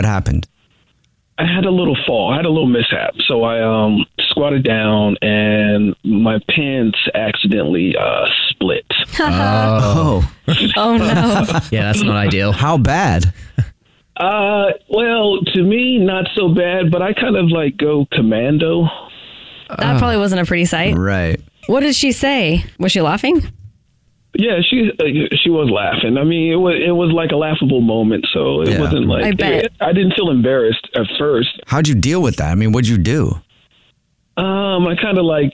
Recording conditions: phone line